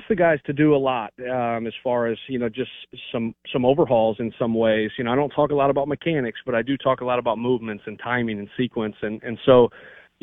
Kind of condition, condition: link, phone line